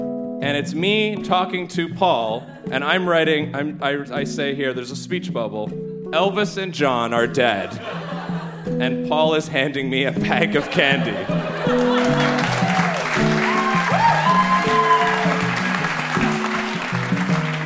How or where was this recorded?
live audience